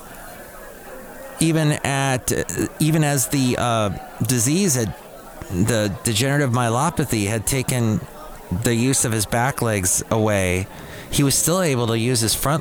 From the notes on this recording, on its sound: podcasts live from Cafe Anyway